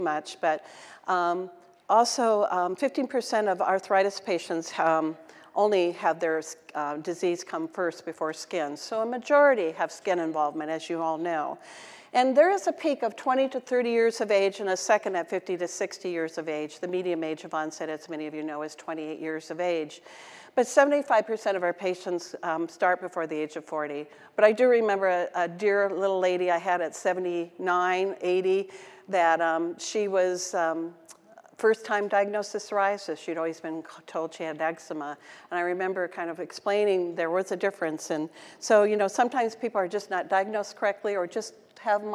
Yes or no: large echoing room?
yes